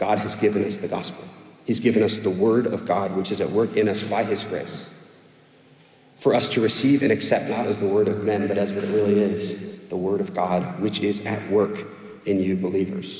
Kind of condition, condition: setting, large echoing room